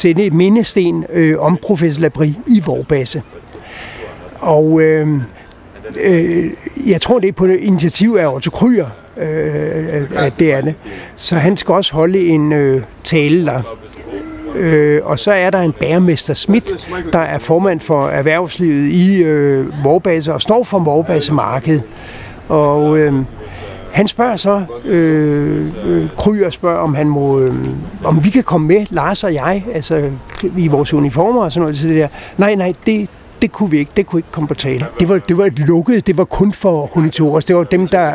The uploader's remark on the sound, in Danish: Optaget på Nimb Bar, Tivoli, København.